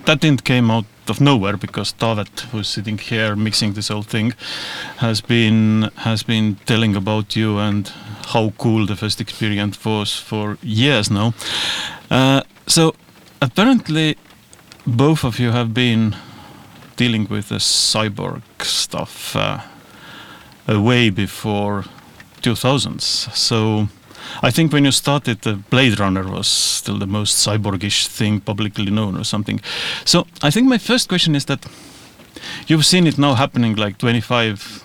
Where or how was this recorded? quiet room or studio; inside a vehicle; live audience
inside a vehicle